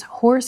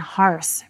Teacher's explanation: traditionally in New England and the North, it was horse for the animal and harse for the scratchy voice.